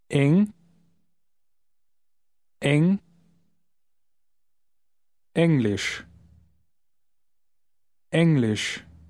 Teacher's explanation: Обратите внимание на начало слова. Оно «eng», а не «ing».